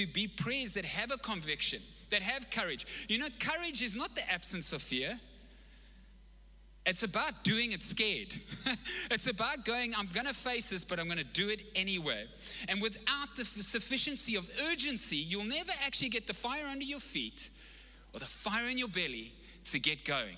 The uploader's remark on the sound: Recorded live on Sunday the 3rd October 2021